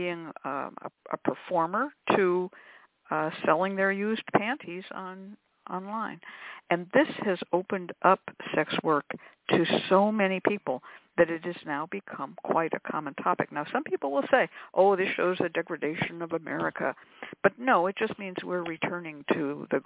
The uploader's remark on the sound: a real, live call-in show